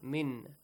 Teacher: Nun sakin plus hamza. You should clearly read the noon